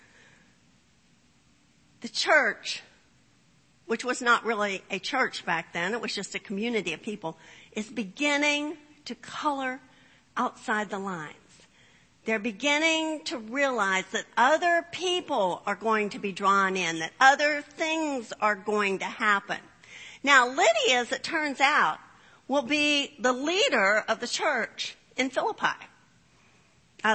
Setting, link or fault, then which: setting, large echoing room